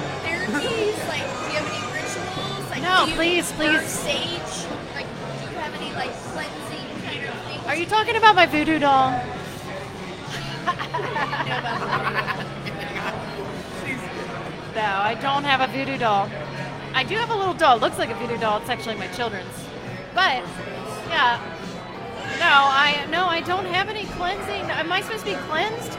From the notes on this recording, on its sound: We are LIVE at Braxton Brewing Company in Covington, KY